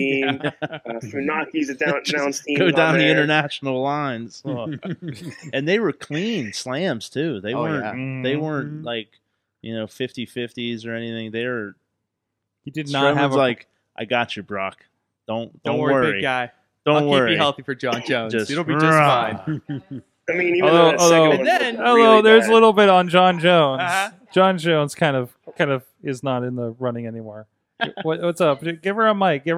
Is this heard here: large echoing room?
no